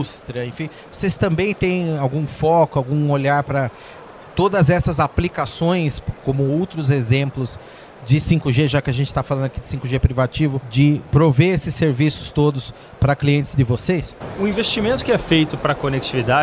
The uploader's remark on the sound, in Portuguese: Em entrevista gravada no Futurecom.